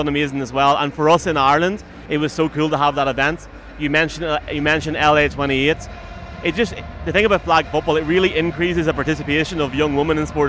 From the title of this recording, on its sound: SB Opening Night Special from Allegiant Stadium